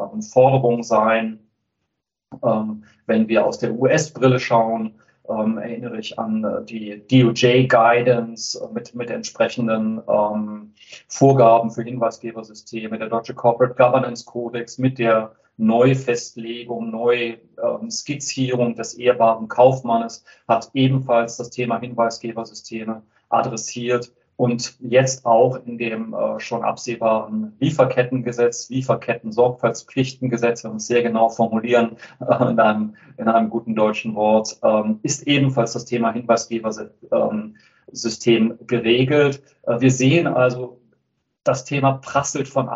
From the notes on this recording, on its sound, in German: Live Podcastaufnahme von dem Webinar